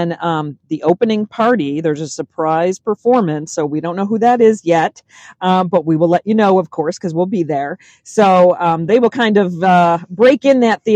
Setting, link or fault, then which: setting, inside a vehicle